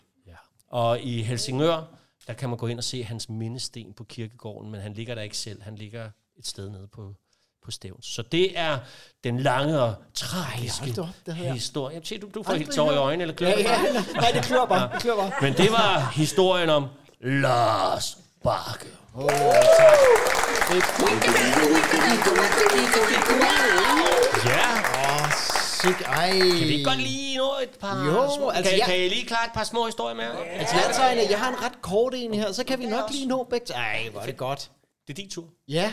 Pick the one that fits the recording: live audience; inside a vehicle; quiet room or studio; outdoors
live audience